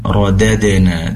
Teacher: dalnya dipastikan dipantulkan Rodadena, namun dengan tipisnya karena dal memiliki sifat tipis. Rodadena lakumul karota, lakumul karota.